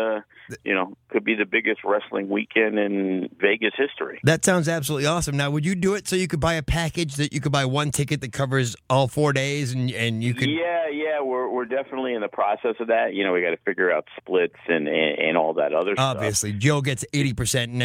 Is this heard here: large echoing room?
no